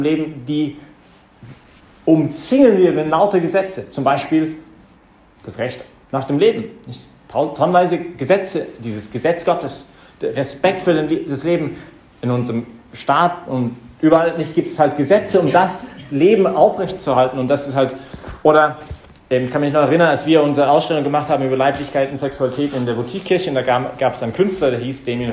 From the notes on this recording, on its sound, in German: Das ist die Predigt, die ich heute Abend bei der YP Messe im Zentrum Johannes Paul II.